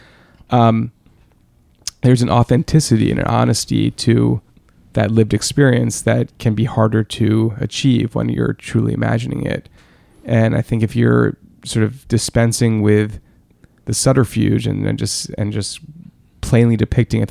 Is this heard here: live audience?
no